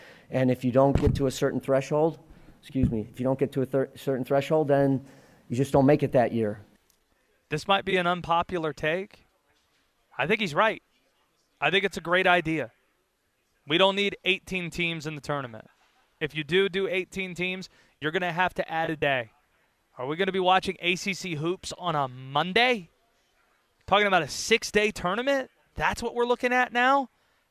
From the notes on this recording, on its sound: Live from ACC Tipoff in Charlotte.